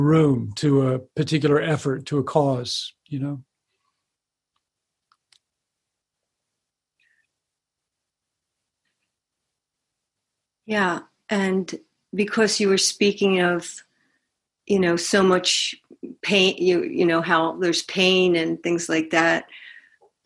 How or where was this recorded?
video call